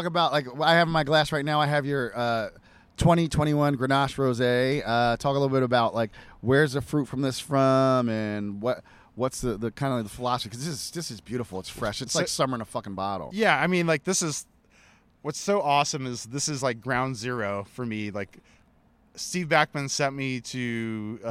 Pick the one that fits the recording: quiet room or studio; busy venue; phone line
busy venue